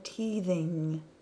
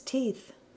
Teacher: The sentences from this recording are focused on the TH sound, voiced th with a vibration, and unvoiced with no vibration th